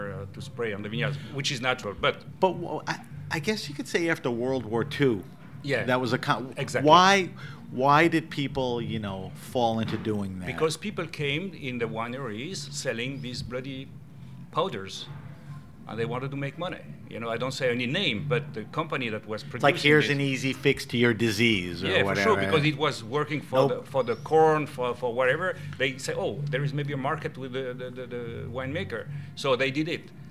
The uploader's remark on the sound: Were interviewed at the 2020 Naples Winter Wine Festival.